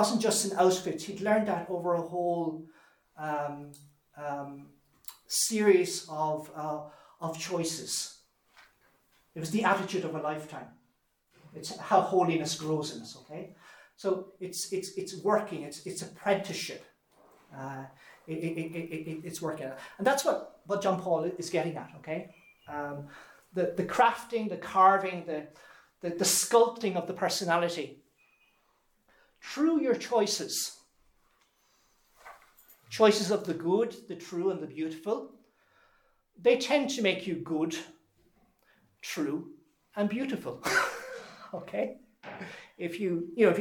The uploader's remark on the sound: This lecture was given on June 16th, 2023, at Holy Family Mission, Glencomeragh House Kilsheelan, TA Ireland.